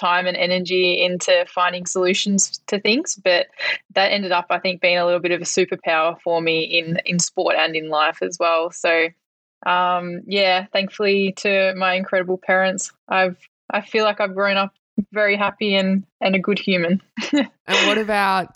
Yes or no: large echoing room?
no